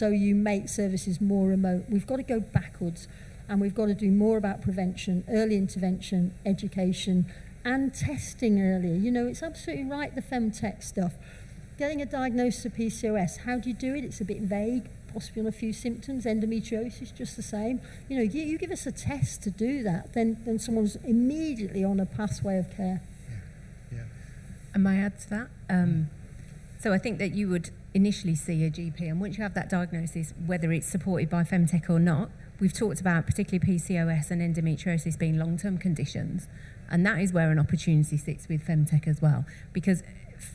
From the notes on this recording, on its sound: At the Med-Tech Innovation Expo during the Med-Tech Innovation Conference